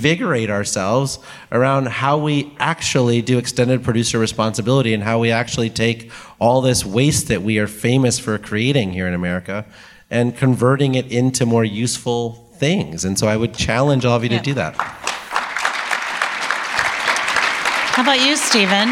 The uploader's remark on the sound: Live at MIT. This past week, we recorded a live show at the MIT Energy Conference.